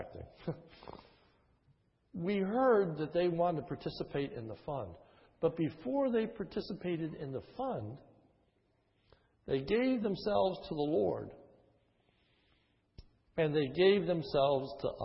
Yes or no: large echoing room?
yes